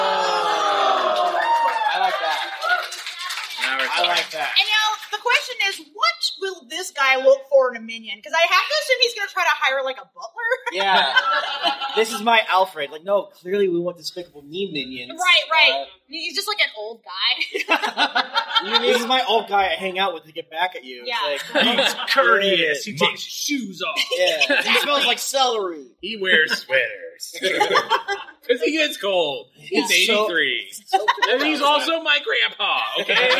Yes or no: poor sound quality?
yes